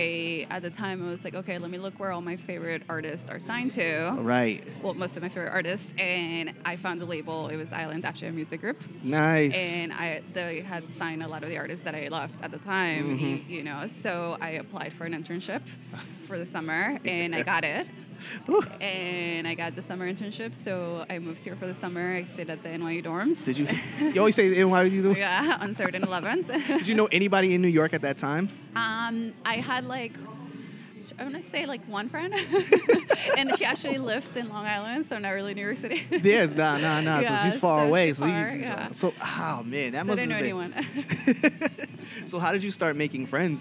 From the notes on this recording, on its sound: I met up with her at a starkbucks in the middle of Manhattan a few weeks back to record this podcast. The orginial place where we were going to record this podcast was closed and we had to think on the fly as to where we could record this episode.